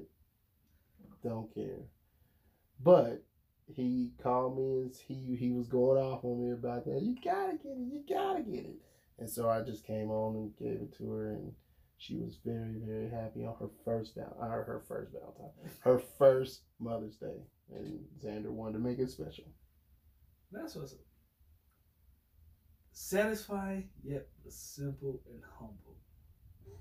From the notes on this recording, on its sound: Please forgive us for the audio quality.